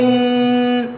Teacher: النون مخرجها طرف اللسان ولثة الأسنان العليا · Term: مخرج النون